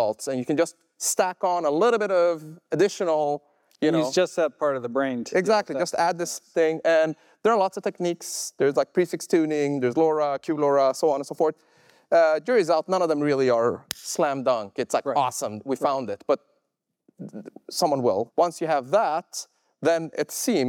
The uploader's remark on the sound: recorded August 2023 at a live event in San Francisco.